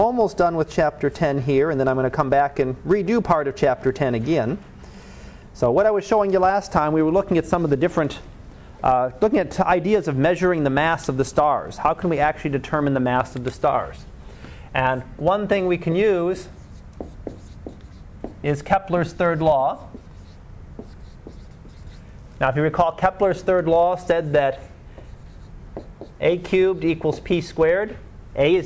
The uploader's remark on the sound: Live Class Lecture